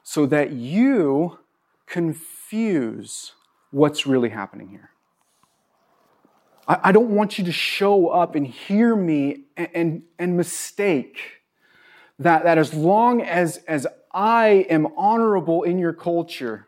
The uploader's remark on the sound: This was recorded on April 24, 2022 at Bethel church in Ridgefield, Wa.